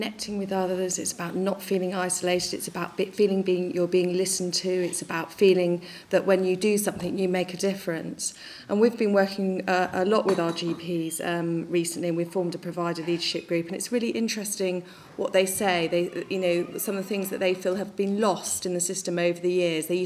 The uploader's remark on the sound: In The BMJ roundtable, recorded at the Nuffield Trust Health Policy Summit on Friday 4 March 2016.